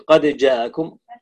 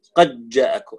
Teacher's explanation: أدغمت الدال في الجيم · Shown in: second take